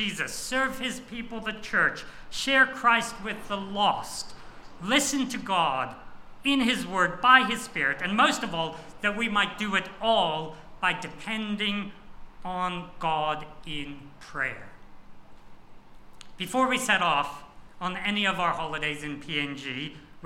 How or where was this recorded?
large echoing room